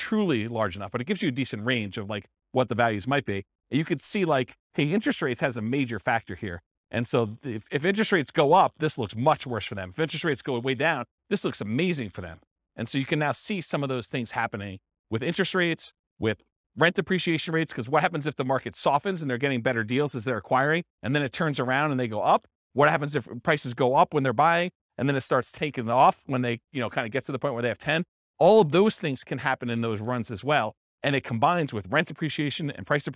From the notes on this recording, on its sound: This was a live class recorded